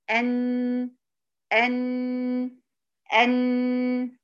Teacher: بيخرج حرف النون من طرف اللسان مع اصول الثنايا العليا. وعرفنا ايه هي اصول الثنايا العليا، هي سنان، السنان اللي في مقدمه الفم الاعلى، تمام. · Term: مخرج حرف النون